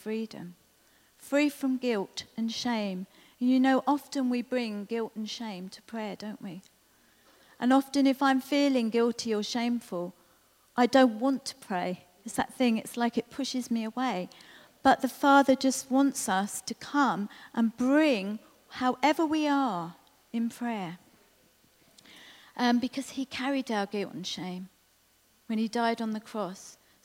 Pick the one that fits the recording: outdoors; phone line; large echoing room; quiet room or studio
large echoing room